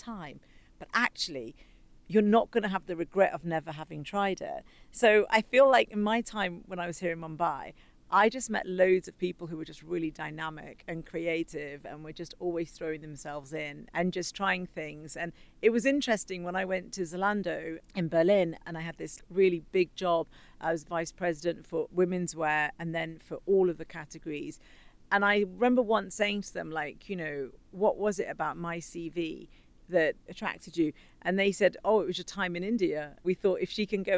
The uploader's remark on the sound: The Mumbai Hustle - Live From Soho House Mumbai. A captivating episode live from Soho House Mumbai.